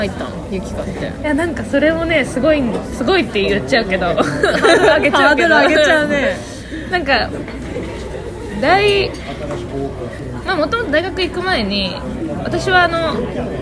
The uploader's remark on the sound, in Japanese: 2020/12/19 19:47新宿の喫茶店タイムスにて収録